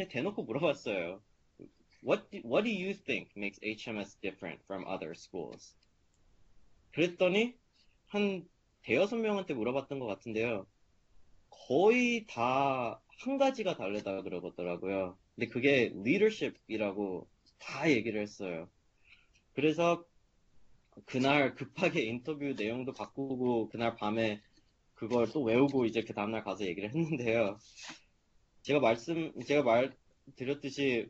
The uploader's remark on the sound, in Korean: Skype세미나에 참여한 하버드 의대 3학년생.